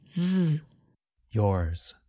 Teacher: If you listen carefully, you can hear a bit of the sound of the letter S at the end of a word like yours. So the sound of Z is not as strong or as long as in a word like zero.